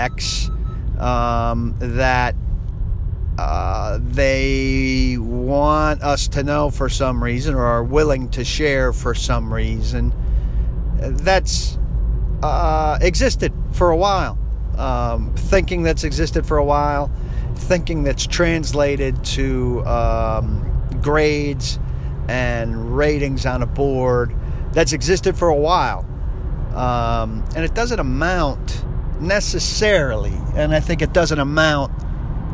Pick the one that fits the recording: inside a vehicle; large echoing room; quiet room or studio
inside a vehicle